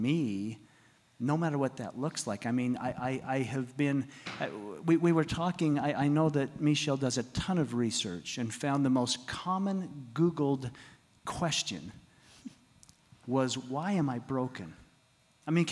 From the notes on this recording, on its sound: In this episode our amazing advisory board discusses wholeness at our LIVE event.